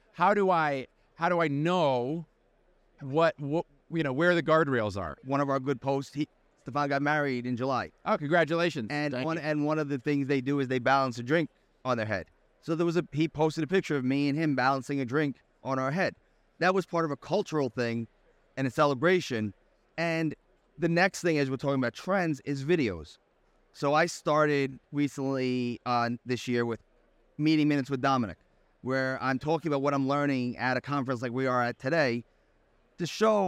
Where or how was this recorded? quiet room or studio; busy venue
busy venue